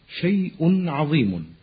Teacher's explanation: ويمكن معرفة نون التنوين من النطق بالفتحتين أو الكسرتين أو الضمتين، مثل كلمة شيء، فإذا قلت مثلا شيء عظيم فإنك تلاحظ أنه تولدت عن الضمتين في آخر كلمة شيء نون ساكنة